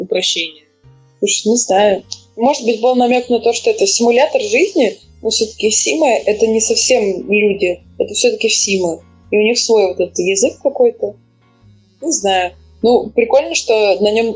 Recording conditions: poor sound quality